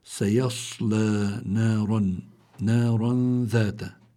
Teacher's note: عندي الراء مفتوحة فلا بد من التفخيم